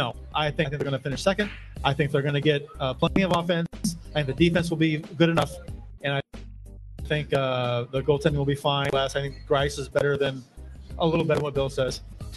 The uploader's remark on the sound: LIVE From Cardinals Nation in Downtown St. Louis!